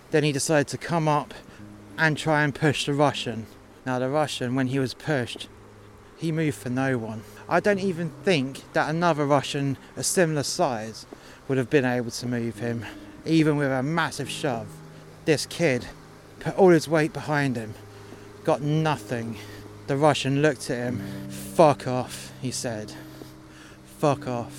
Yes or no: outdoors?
yes